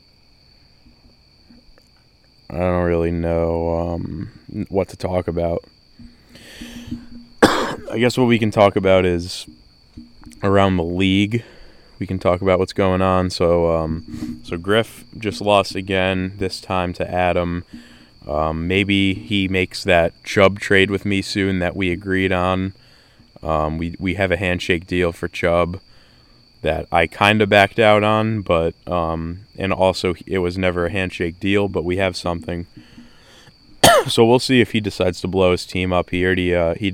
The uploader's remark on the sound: This Was Recorded Outside